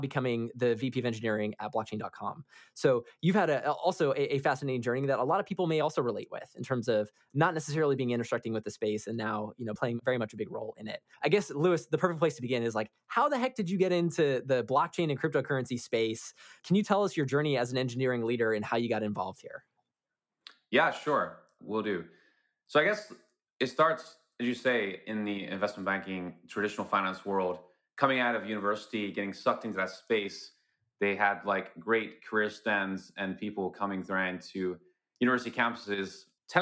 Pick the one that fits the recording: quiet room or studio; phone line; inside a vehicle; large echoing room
quiet room or studio